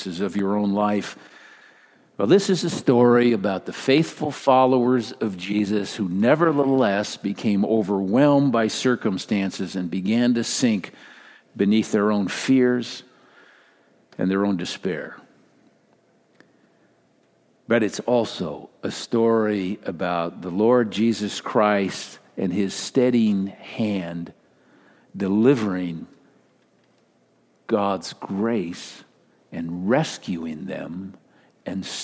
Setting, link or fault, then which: setting, large echoing room